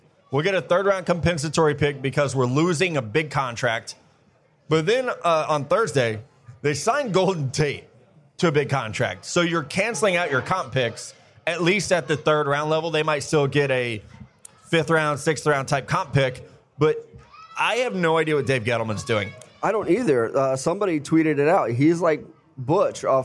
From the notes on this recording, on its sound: Live from Honeyfire BBQ in Nashville, TN. (plus the crowd).